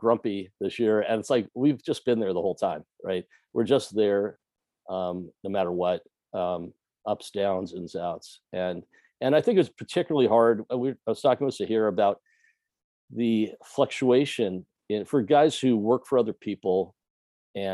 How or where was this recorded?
video call